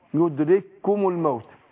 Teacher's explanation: يدرككم الموت، برضو كافين ورا بعض، إحنا بنطقهم كاف إيه؟ واحدة، هي مرسومين في المصحف كافين لكن بتنطق كاف واحدة